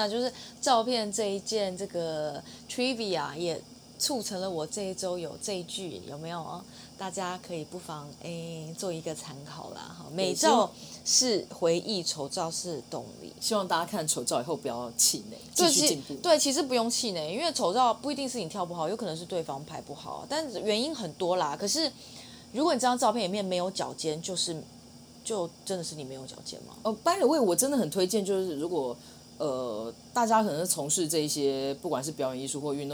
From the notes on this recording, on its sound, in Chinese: 本週我們使用了新到貨的dji大疆無線麥克風錄音，殊不知仍無法避開轟隆隆的老舊冷氣運轉聲，請聽友們多多海涵囉。